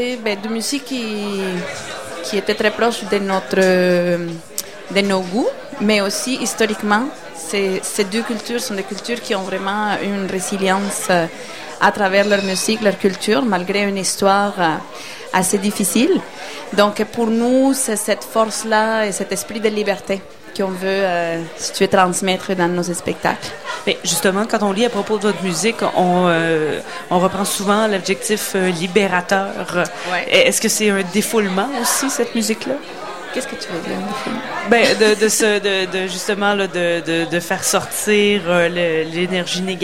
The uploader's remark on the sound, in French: Au Festival d'été de Québec, en direct du bar Le Sacrilège, sur les ondes de CKRL 89.1.